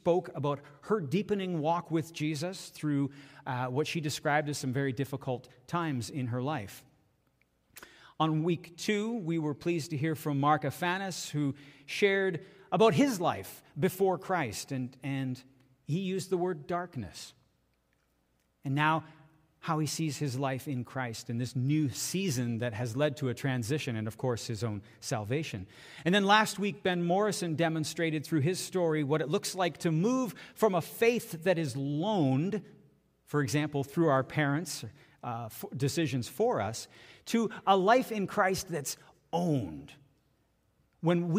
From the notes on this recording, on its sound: This is audio taken from the May 28, 2023 Sunday sermon at FBC Charlottetown PEI Canada.